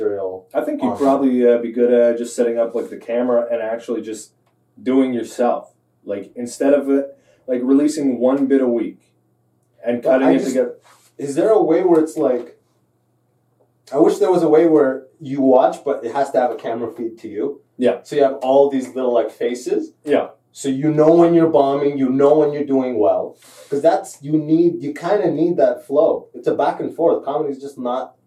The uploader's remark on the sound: Sorry for the crap audio on this one, we had a little tech issue.